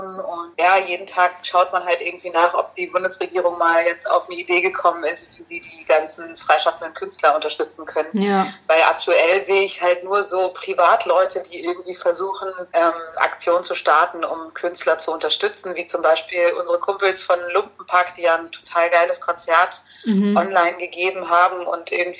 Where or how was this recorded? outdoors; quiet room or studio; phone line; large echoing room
phone line